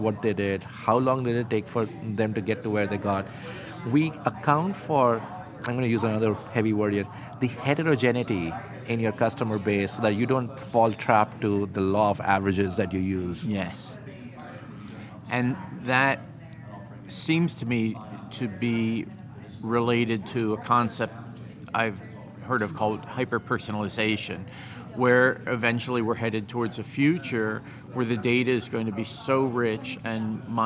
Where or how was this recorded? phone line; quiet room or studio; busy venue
busy venue